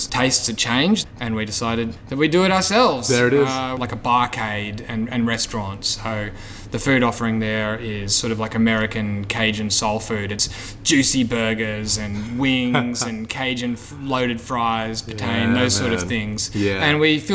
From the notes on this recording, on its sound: Recorded inside 1Up